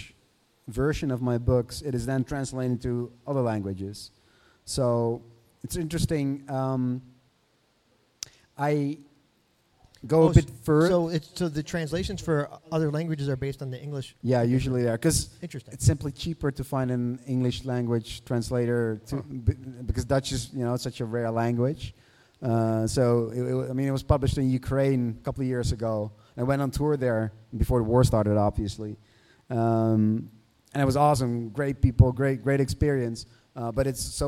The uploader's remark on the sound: This week's edition of The Dark Word features an in-person interview before a live audience at The Last Bookstore in Los Angeles.